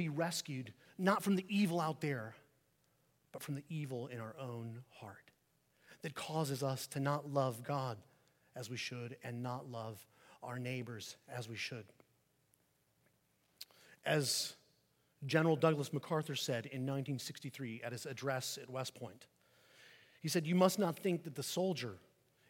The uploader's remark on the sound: Sermon preached on Remembrance Sunday, 12 November 2023 at St Peter the Fisherman